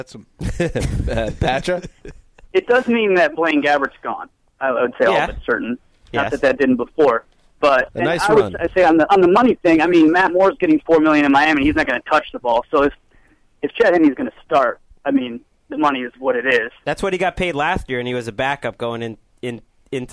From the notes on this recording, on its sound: Joins Studio 66 over the phone.